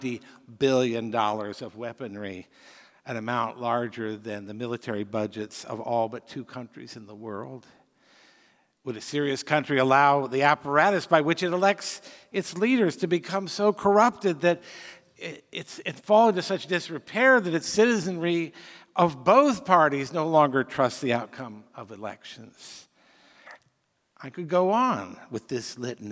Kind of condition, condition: setting, live audience